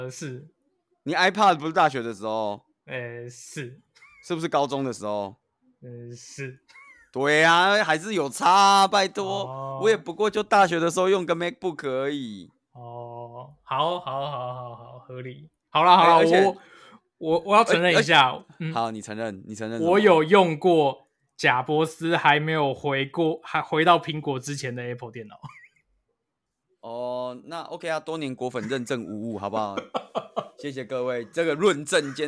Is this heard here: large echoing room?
no